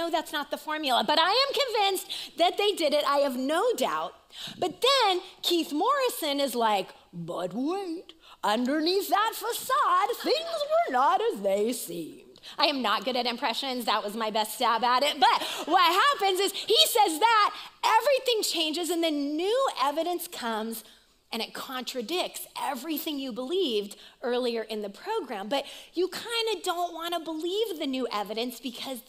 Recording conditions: live audience